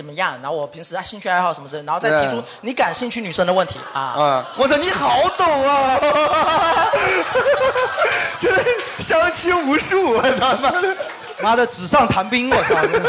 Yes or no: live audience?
yes